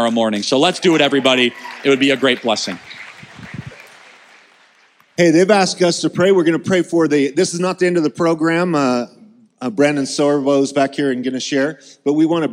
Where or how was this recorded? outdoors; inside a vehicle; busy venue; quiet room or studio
busy venue